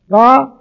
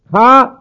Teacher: का है अल्प प्राण, खा है महाप्राण, गा अल्प प्राण, घा महाप्राण